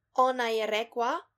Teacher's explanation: The group la is pronounced wa. They say ona je rekla instead of ona je rekla, she said.